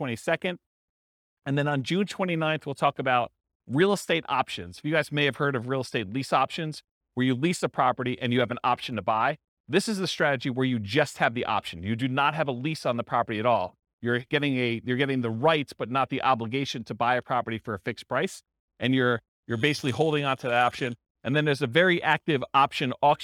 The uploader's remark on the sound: This was a live class recorded